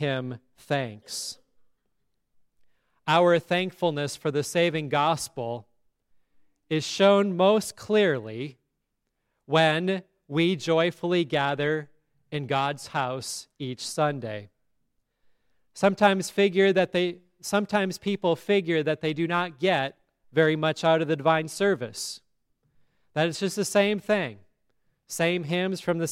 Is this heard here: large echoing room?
yes